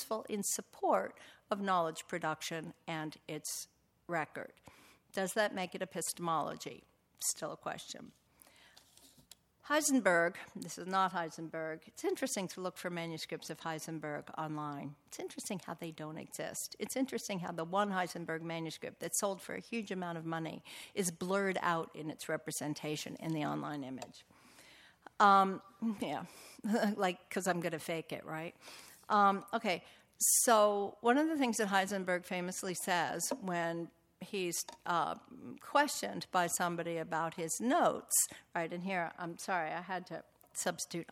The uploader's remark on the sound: Recording of a lecture delivered on March 23, 2018